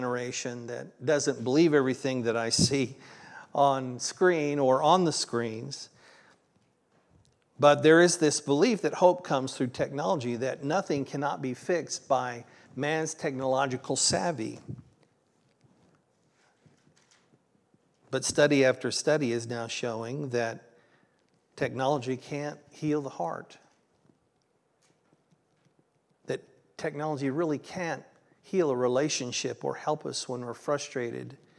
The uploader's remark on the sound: This was originally recorded on June 25th, 2023 at Palestine Church of Christ.